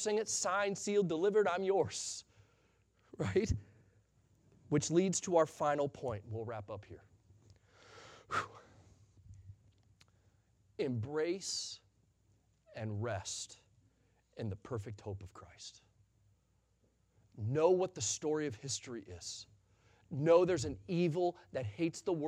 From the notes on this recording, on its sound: Sunday Morning Sermon Audio